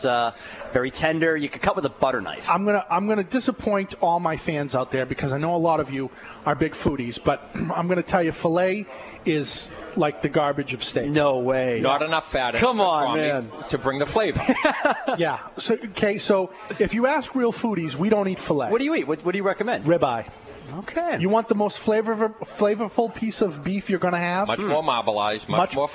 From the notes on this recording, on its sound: On location in New Orleans at the 2010 I.P.C.P.R (International Premium Cigar & Pipe Retailers Association) tradeshow.